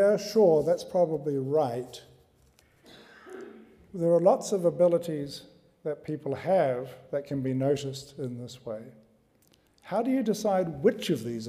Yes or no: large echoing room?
yes